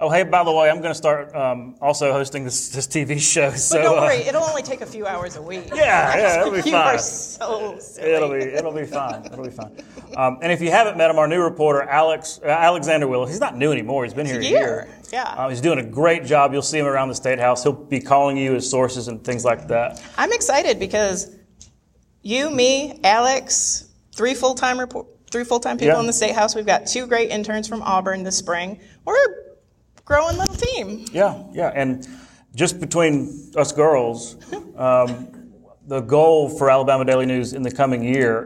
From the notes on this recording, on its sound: In short, it’s an insider crowd. There’s perhaps no better audience to do the first live in-person recording of the In the Weeds podcast.